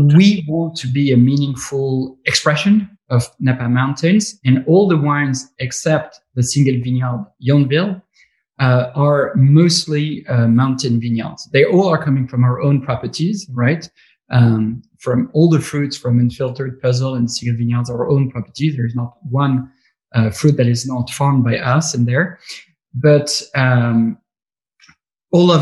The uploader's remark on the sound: Over Zoom.